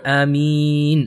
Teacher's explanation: We cannot make the alif too long. Rather, only we can make the meem, the last part of it, Ameen.